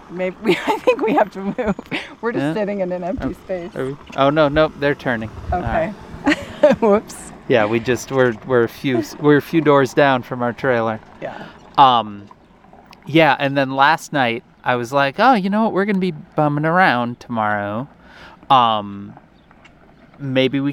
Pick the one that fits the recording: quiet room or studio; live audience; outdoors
outdoors